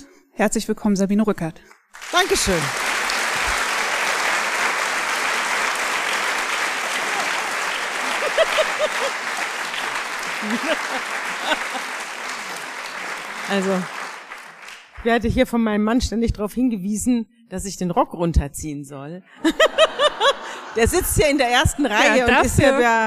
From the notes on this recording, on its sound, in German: Diese Folge ist ein Mitschnitt der Live-Veranstaltung.